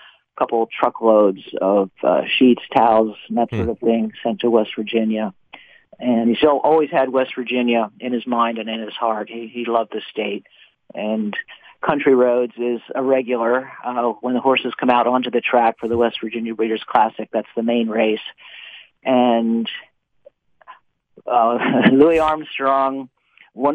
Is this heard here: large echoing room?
no